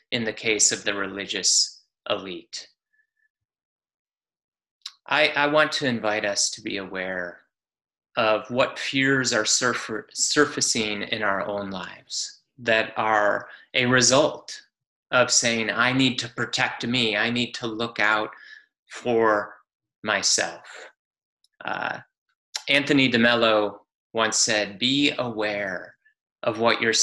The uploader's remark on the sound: Palm Sunday Zoom Church